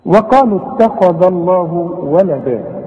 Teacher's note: ما دام الذال هنا مفتوحة يبقى لفظ الجلالة مفخم